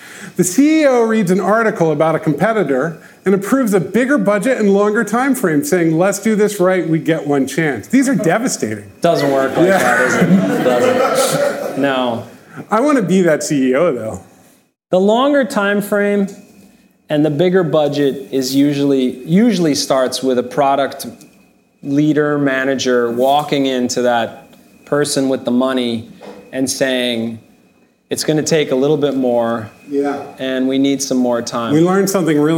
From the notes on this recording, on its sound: record a live podcast episode at our Ship It!